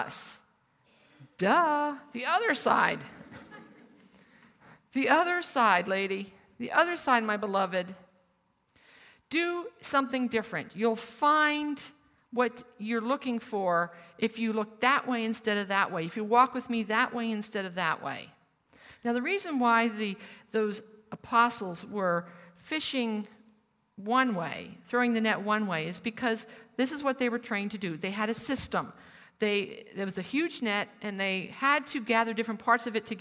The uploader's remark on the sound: Originally recorded as a live retreat in New Zealand